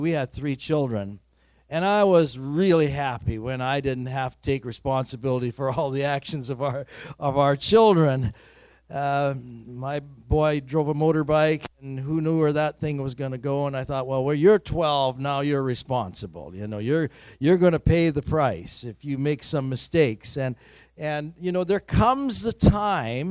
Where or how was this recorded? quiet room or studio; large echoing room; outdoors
large echoing room